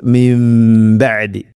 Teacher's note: സാക്കിനായ നൂന് ശേഷം ബ വന്നാൽ നൂനിനെ മാറ്റി മീമാക്കണം, അതാണ് ഇഖ്ലാബ്. അപ്പോൾ മിം ബഅദി, അങ്ങനെ മണിച്ചുകൊണ്ട് ഉച്ചരിക്കണം, മീമാക്കി മാറ്റി മണിക്കണം.